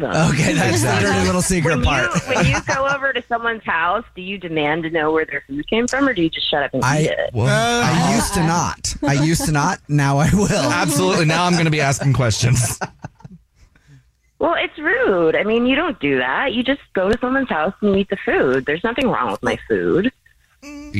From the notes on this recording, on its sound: the woman on the phone